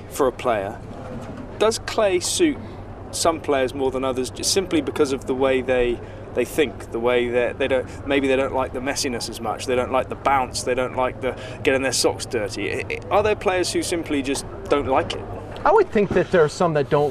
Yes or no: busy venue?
yes